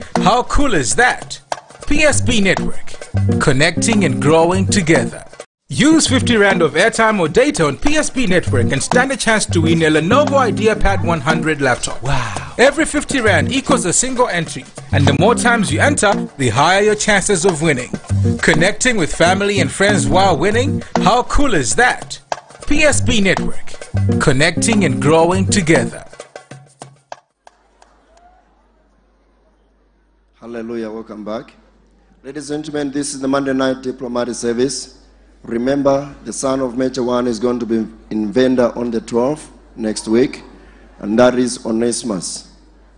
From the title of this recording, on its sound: LIVE DIPLOMATIC SERVICE | ECG CHURCH